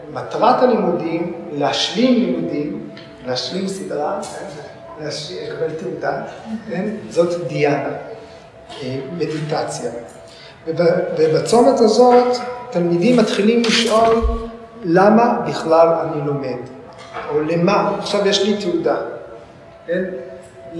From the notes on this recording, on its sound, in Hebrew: כפי שהוקלטה במפגש בבית האמנים